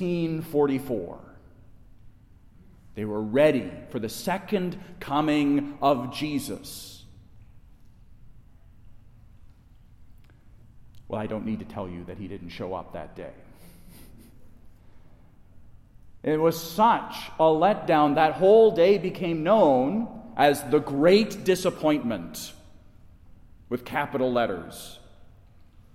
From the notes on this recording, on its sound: Delivered at Resurrection Catholic Church in Wayne, IL